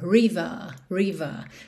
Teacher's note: esses R's que vêm no final das palavras frequentemente não são enrolados, river, mas sim tem um alongamento da vogal anterior, river, river.